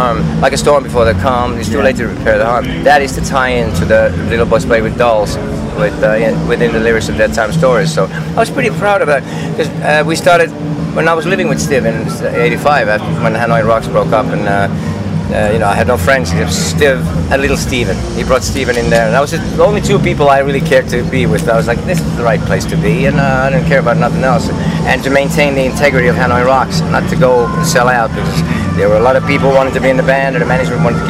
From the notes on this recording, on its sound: Interview at Rock The Coast Festival Fuengirola, Spain.